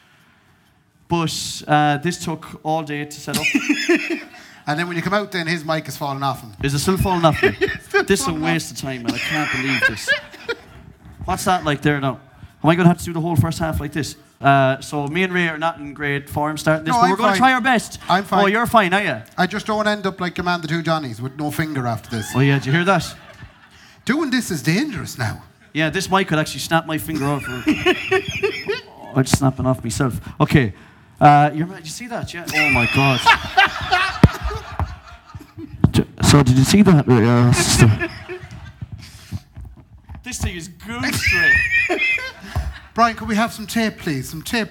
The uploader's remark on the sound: The deluxe extravaganza Christmas live show recorded at Anderson’s Tremendous Events Centre December 2023.